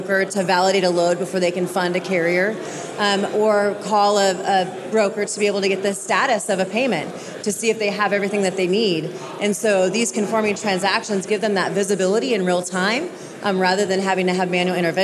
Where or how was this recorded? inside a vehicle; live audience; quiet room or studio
live audience